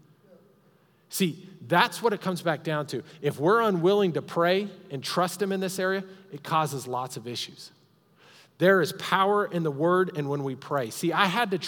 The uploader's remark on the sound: Recorded live during our Sunday morning service